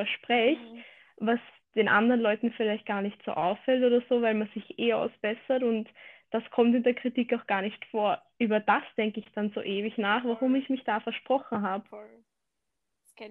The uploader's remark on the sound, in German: Aufgrund der Corona-Pandemie ist das Aufnehmen zusammen mit Gästen etwas komplizierter als sonst. Leider leidet darunter auch die Audioqualität in dieser Folge.